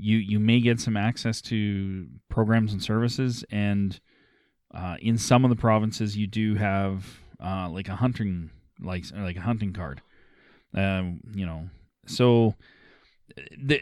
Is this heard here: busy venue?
no